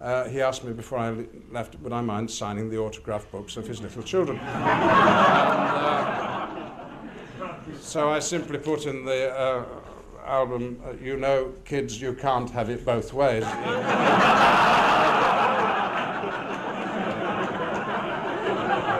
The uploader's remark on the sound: an LGBTQ gathering at Premiere House in Wellington, New Zealand